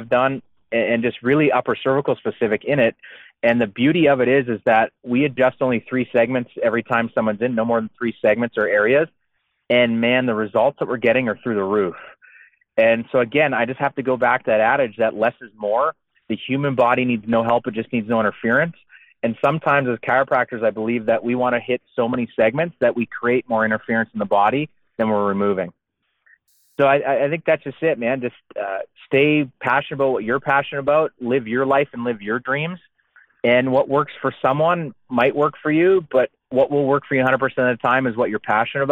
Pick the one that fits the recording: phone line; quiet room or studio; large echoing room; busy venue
phone line